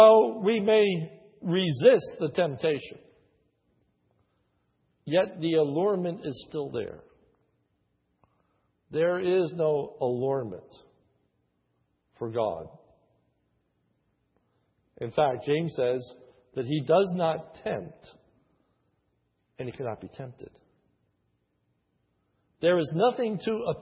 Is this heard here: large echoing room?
yes